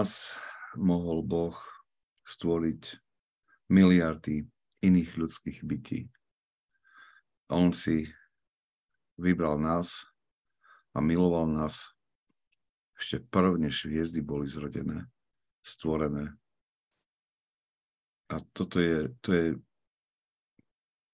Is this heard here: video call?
yes